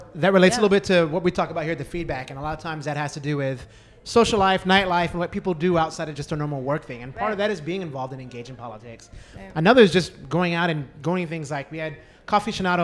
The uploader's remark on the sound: live from The DownMarket Public Goods in San Antonio